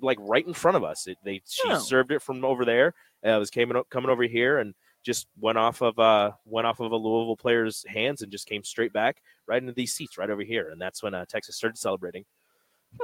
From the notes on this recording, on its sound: LIVE from CHI Health Center